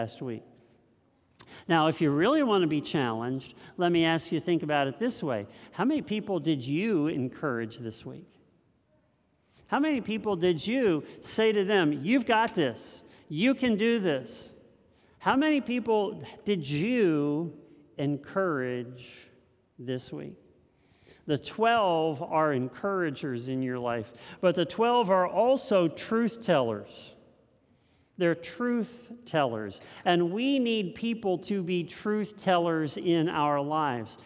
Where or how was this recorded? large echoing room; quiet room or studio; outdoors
large echoing room